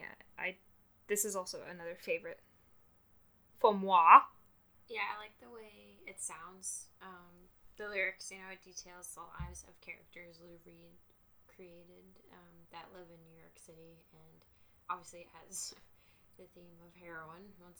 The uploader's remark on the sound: I still don't know how to use a microphone.